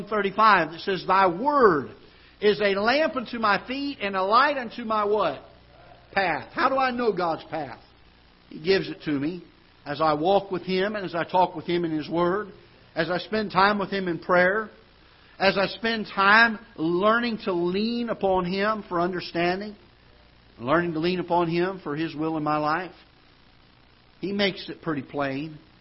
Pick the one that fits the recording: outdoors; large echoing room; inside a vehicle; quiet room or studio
large echoing room